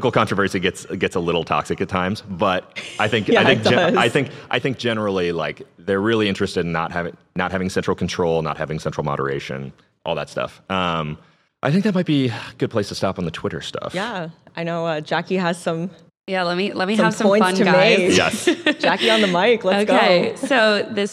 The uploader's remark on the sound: Recorded our Thursday episode live from stage at TechCrunch Disrupt in San Francisco. We shook things up this week and recorded our Thursday episode live from stage at TechCrunch Disrupt in San Francisco.